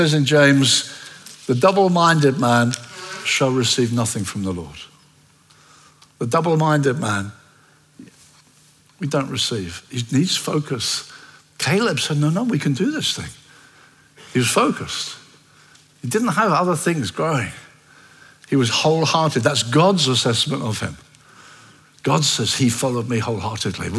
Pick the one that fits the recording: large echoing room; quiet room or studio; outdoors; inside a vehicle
large echoing room